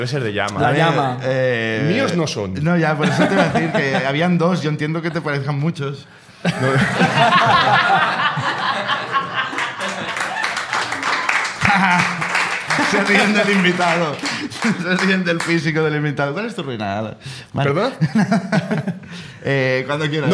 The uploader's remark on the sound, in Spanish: El público de La Llama